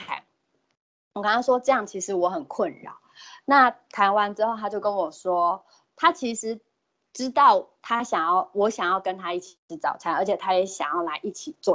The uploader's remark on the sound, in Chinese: 此為線上課程錄音檔